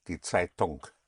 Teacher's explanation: The N-G in German is always pronounced, not like in English.